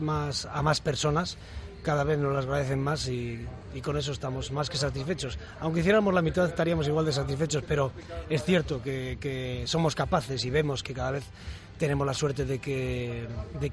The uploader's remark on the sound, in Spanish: Directo MARCA Valladolid. En directo desde LA FUNDICIÓN.